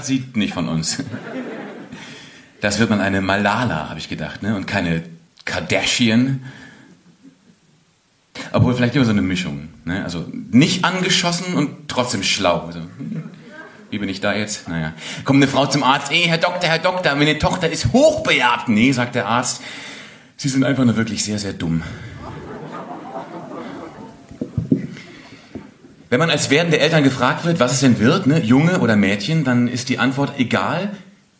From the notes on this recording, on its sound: Poetry Slam Audio.